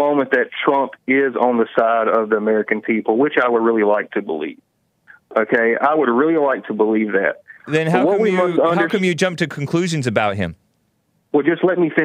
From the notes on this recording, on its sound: His phone’s messed up.